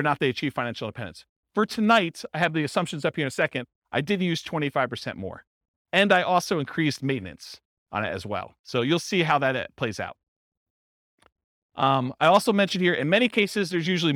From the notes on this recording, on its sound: This was a live class recorded